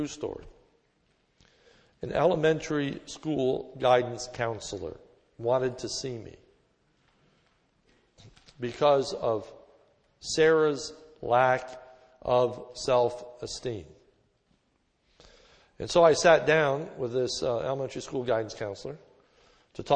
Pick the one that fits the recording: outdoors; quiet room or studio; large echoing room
large echoing room